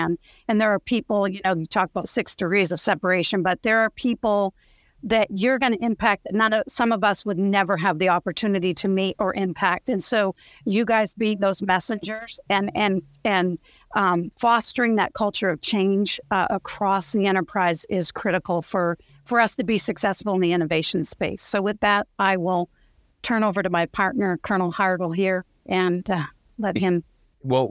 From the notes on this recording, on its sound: Tesseract Summit 2023: Senior Leader Panel.